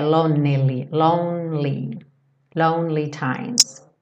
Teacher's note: do N você vai pro L, não fala o E